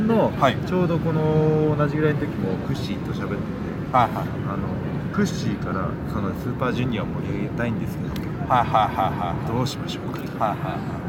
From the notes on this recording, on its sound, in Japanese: あのニューヨークのセントラルパークで屋外収録!!今回は、屋外収録のため、部分的に聞き取りにくい箇所がございます。